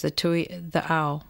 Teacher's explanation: the replacement of the consonant K by a glottal stop